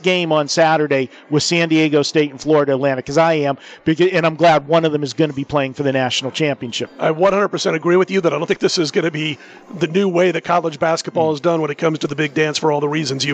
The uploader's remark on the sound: Live From Super Book at Westgate